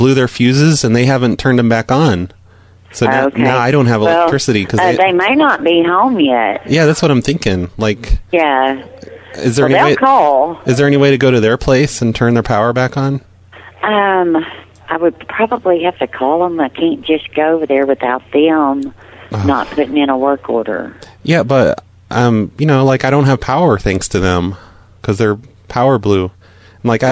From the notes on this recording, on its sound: RBCP's Personal Prank Phone Calls Collection